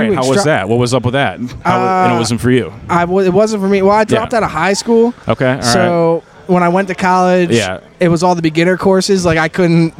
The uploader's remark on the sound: recorded following the comedy open mic at Fells Point Tavern September 6th, 2022